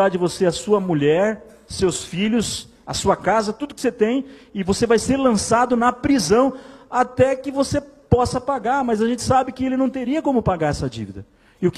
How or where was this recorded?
large echoing room